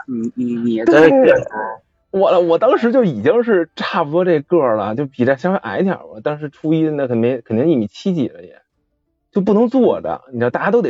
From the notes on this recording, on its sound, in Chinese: 录音环境不佳，还请见谅